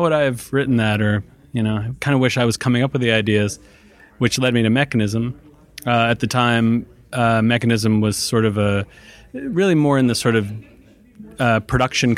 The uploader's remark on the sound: Live from Advertising Week